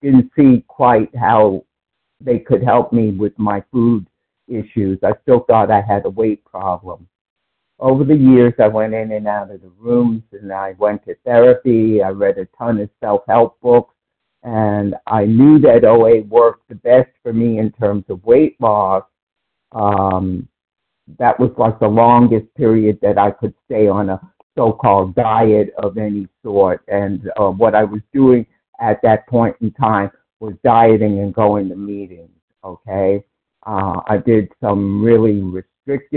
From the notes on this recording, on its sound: from the 100 Pounders Phone Meeting, 1/5/24